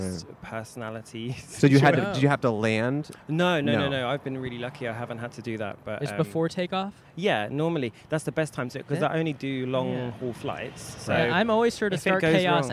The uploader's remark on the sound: Recorded on Brand Blvd in Glendale, California.